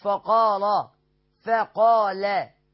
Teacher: فاء مرققة، قاف مفخمة، لم مرققة